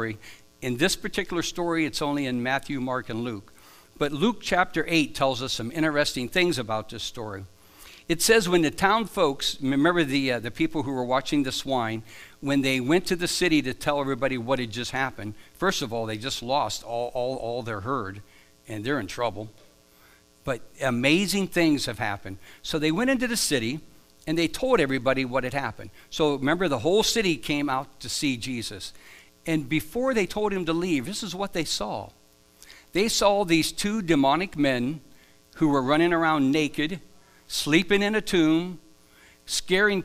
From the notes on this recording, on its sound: Live from The Summit Church in Dover, OH